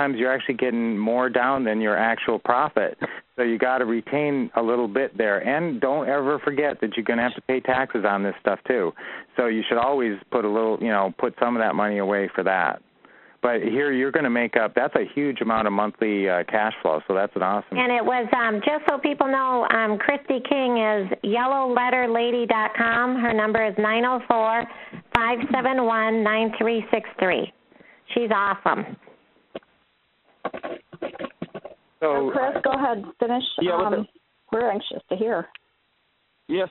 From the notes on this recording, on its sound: Q&A Call 2016-03-14